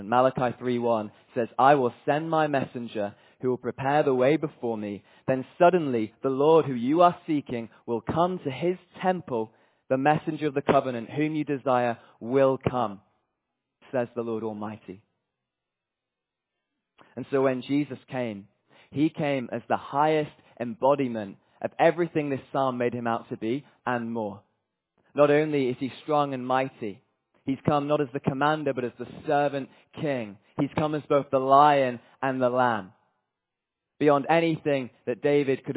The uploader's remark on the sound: From Emmanuel Church Durham on Sunday 25th June, 2023, as we were joined by delegates from the ‘Revive Our Hearts Europe’ conference.